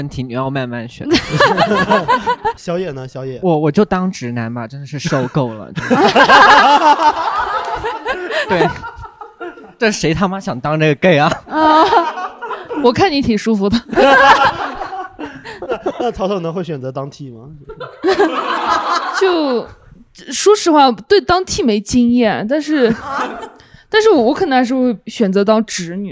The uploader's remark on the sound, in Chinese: 本期录制时送给现场观众。来自昆明的喜剧演员在这个乐子人客厅广交朋友。